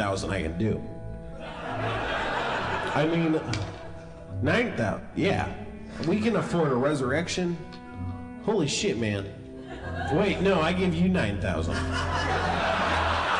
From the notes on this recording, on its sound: Harmontown is live from Chicago. A live organist.